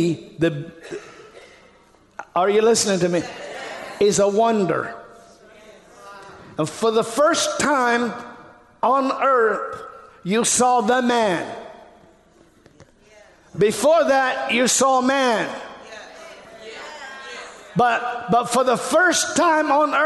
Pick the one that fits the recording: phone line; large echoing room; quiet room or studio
large echoing room